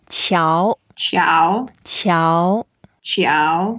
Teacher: Yeah, it's the second tone. So we go up and then the sound, 桥, is quite a tricky one.